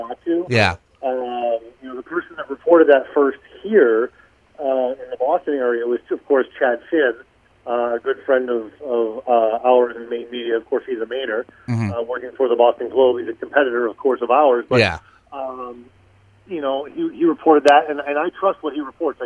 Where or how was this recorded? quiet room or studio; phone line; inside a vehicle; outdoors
phone line